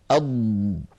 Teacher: نجد بأنه لا يجري معها نفس ولكن الصوت يمتد · Term: رخاوة